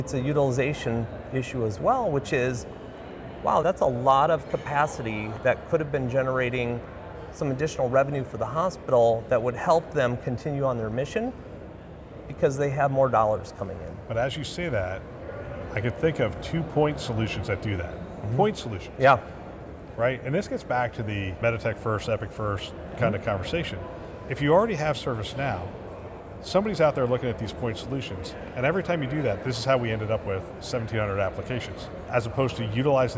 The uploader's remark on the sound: An Interview in Action live from CHIME.